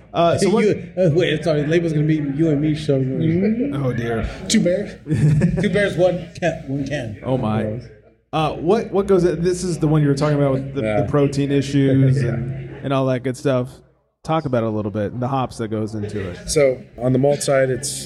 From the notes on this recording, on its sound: Flantastico Release Party at 818 Brewing. We held a live podcast.